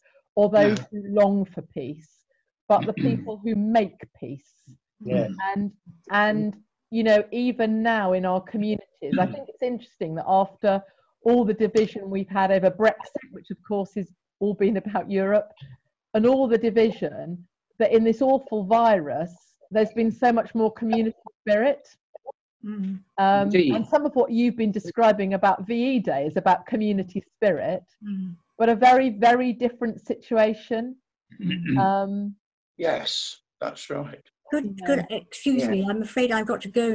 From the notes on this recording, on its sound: A virtual tea party over Zoom.